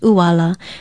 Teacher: Uala is spelled okina u-a-l-a with the glottal stop or okina at the beginning of the word, and it is pronounced uala.